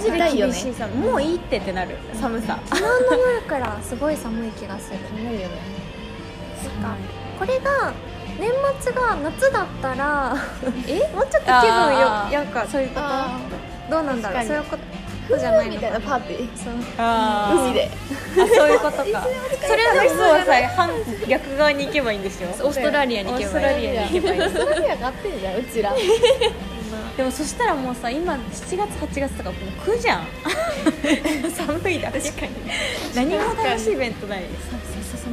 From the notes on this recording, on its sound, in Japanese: 記念すべき第1回目は、なんと3人の仕事終わり、次の予定まで1時間という時間に追われながらフレッシュネスバーガーで撮りました。雑音がすごいです、ガザガサしてるのは食べながら撮っているからです。